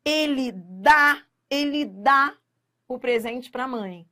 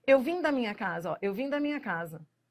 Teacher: O verbo de ele dá, do verbo dar, é tônico. Mas o da preposição é átono.